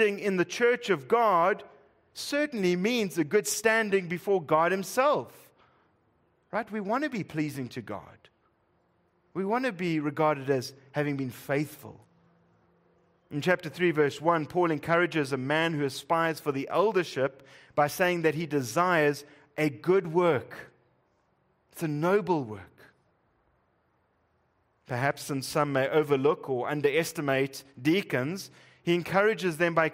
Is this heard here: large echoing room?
yes